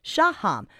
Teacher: … pronounces it with the emphasis on the first syllable